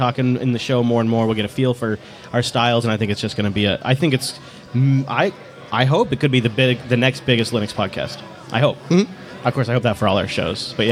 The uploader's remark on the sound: Audience questions & more, all live from the floor of LinuxFest Northwest 2017.